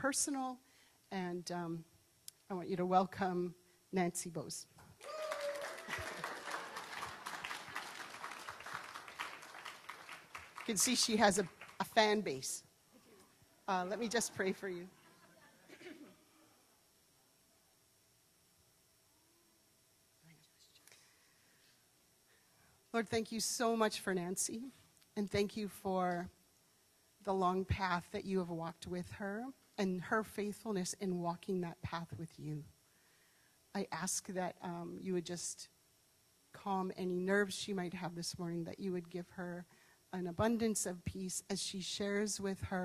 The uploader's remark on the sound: This was a live great live service